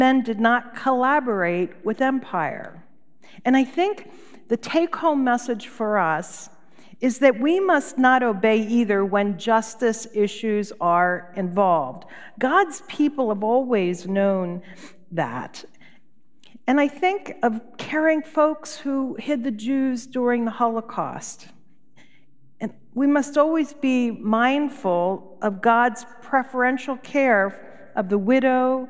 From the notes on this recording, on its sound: Recorded live at Beatitudes Church in Phoenix, AZ.